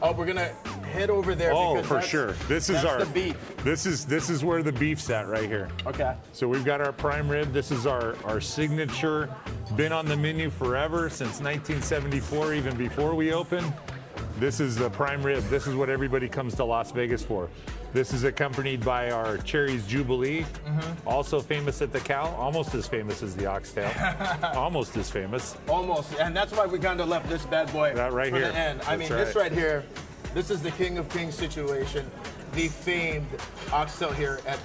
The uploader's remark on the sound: Live at the famous Market Street Café, plus here in studio local artist.